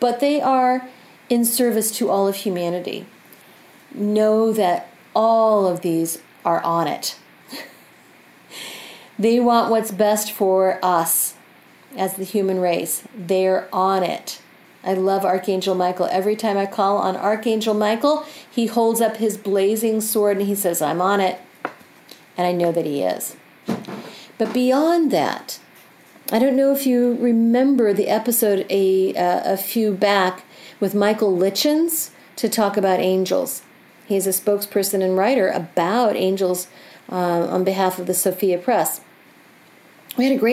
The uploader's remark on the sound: Recorded from my home, you will notice the sounds of my pets coming around to participate in the energy.